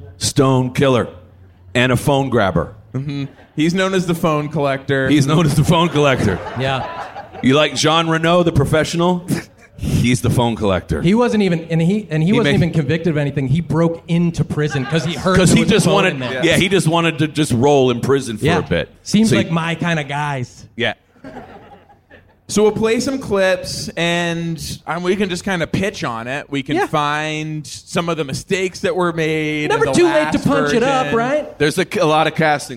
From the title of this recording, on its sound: Live from VultureFest LA